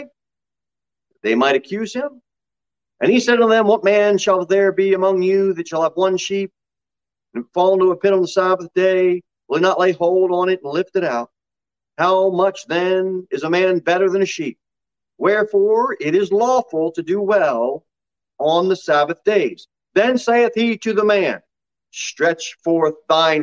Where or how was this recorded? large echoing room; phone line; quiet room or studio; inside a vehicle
large echoing room